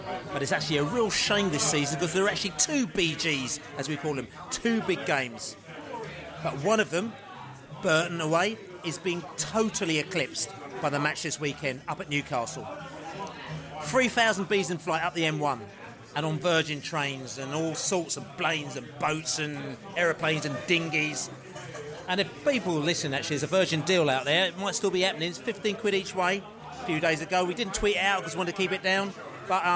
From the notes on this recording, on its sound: On our Newcastle pre-match podcast from the pub. In the White Hart pub in Southwark.